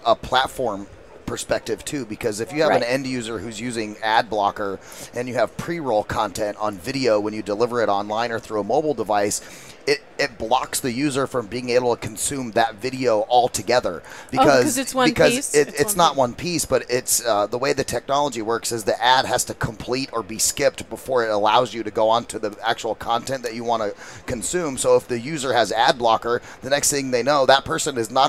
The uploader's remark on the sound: Live at NAB 2016. As they go live from the Advanced Advertising Theater on the event floor.